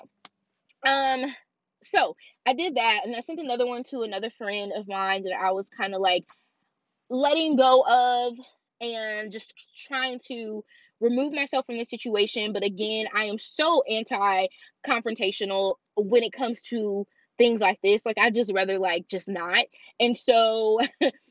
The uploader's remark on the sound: This episode is unfiltered, unedited, and literally recorded in my car!